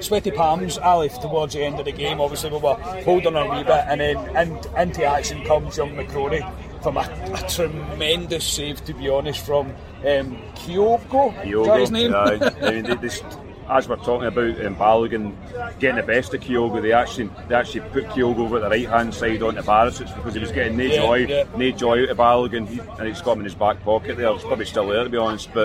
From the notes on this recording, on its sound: Our reaction to the Old Firm recorded in the pub.